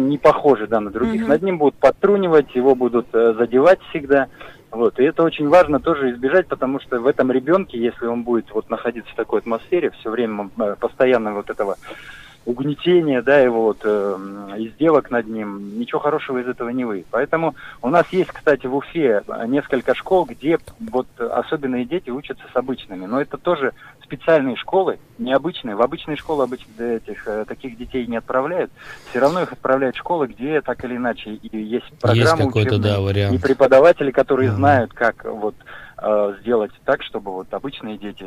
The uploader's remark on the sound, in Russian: По телефону.